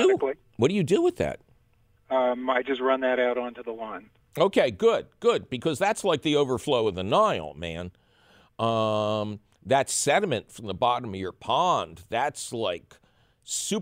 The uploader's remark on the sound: an extra heaping helping of your phone calls